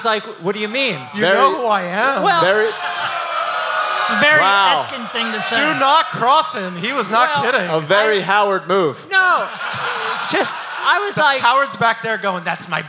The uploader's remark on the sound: The very first live Rights To Ricky Sanchez podcast